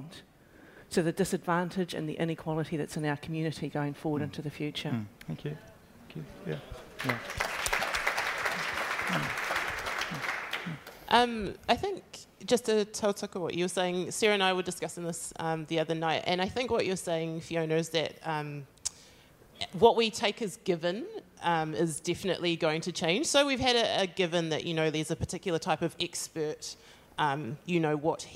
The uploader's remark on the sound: Panel at our Baptist National Hui 2019, Kia tupu whakaritorito: Positioning ourselves to thrive.